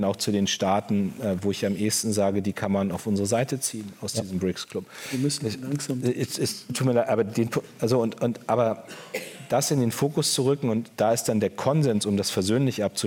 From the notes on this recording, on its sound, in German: im Berliner Renaissance-Theater aufgenommene Buchvorstellung